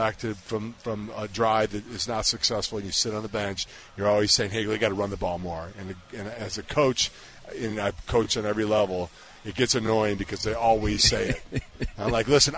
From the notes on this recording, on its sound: live from Hollywood Casino!